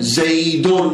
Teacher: نون ساكنة تتبع آخر الاسم لفظا لا كتابة · Term: التنوين